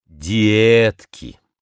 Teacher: с гласным постепенно переходящим от «и» к «э». Трудно сразу же после мягкого согласного «д» произнести «э».